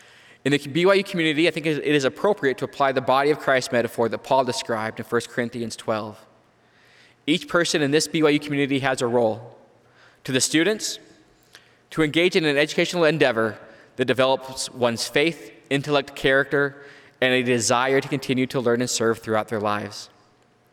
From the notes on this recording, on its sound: live devotionals and forum addresses from the BYU campus